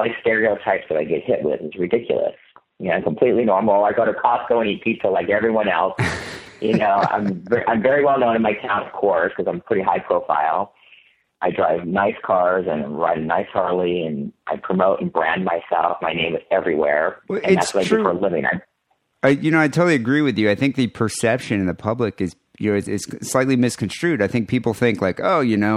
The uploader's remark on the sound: Answer Is That Gay phone calls.